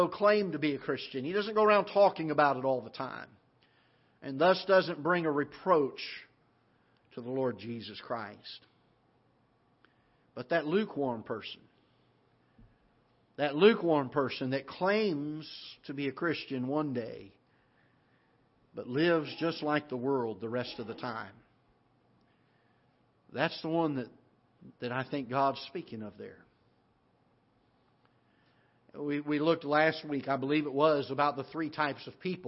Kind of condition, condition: setting, large echoing room